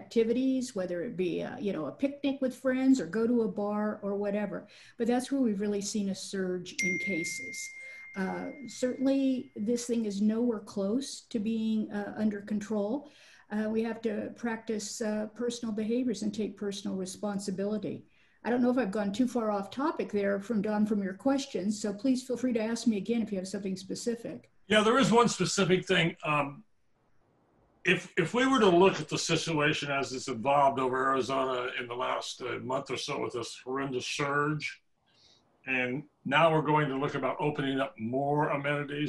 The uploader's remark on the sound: Meeting conducted through Zoom.